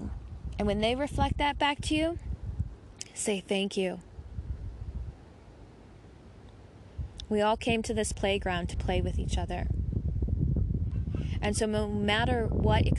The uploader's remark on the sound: Sounds of the Bangalley Headlands.